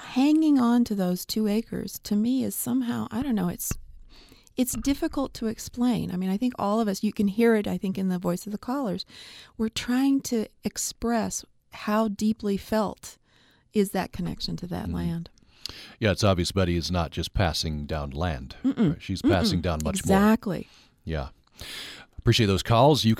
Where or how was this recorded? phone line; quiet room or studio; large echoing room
quiet room or studio